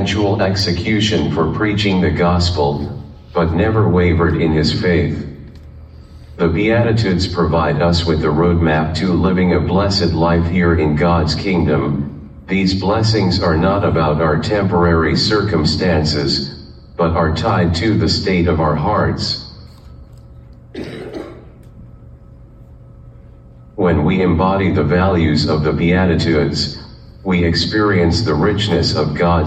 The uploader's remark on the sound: live from Journey Global Methodist Church in Kannapolis, NC